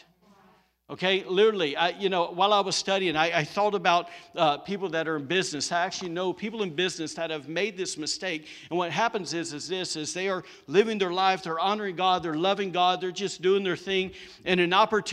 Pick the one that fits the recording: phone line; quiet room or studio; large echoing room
large echoing room